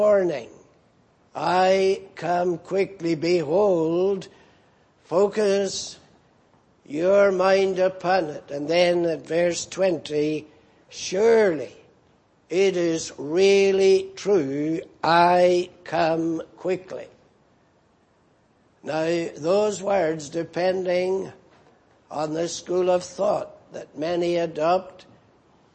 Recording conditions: large echoing room